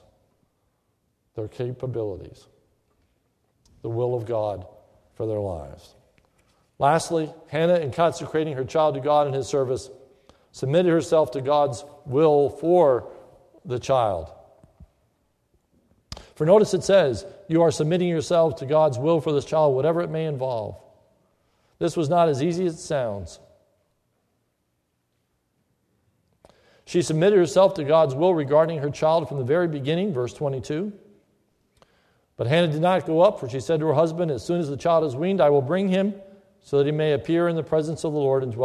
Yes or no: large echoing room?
yes